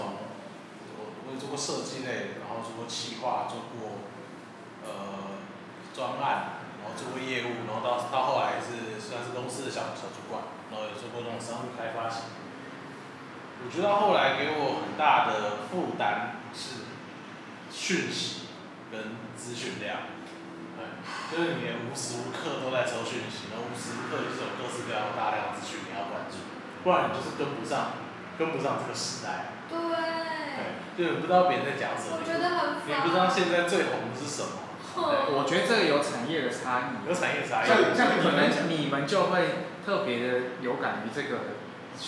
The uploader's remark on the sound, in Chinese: 錄音以及內容問題前面幾集還在試錄跟摸索，請大家多多見諒喔。